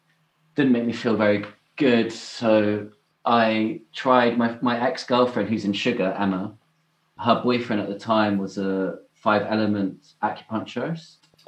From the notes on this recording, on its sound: Caught up via Zoom and had a really long chat.